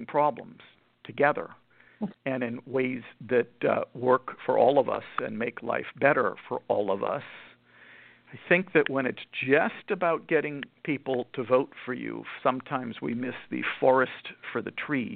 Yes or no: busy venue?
no